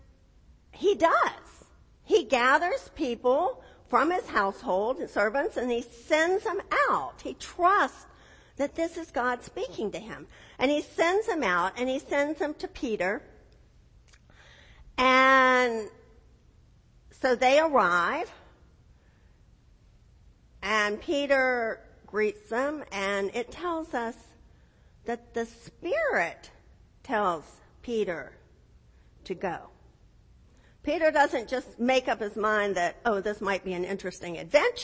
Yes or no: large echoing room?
yes